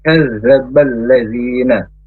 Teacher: Kemudian ditekan ke huruf yang ada tasdidnya yaitu huruf zal. Huruf zal makhrajnya ujung lidah ke ujung gigi atas tidak nempel.